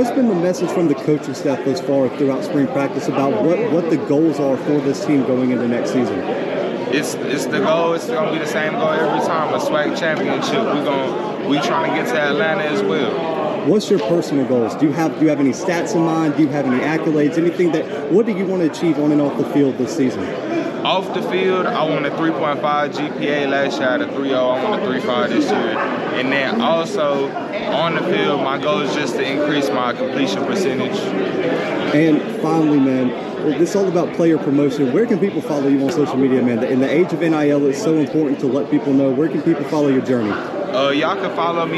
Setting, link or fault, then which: setting, busy venue